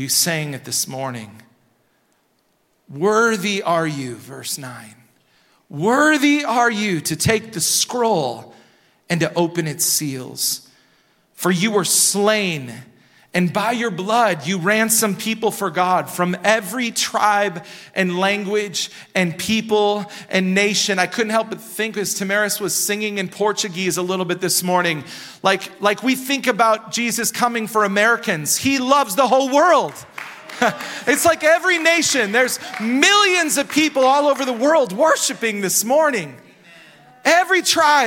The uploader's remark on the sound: Recorded at Hope Church in Springfield, MO.